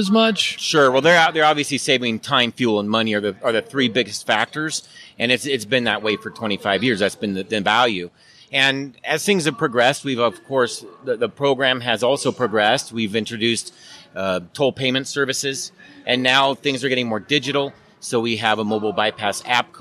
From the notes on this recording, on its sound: broadcasting from the floor of McLeod's UC2019!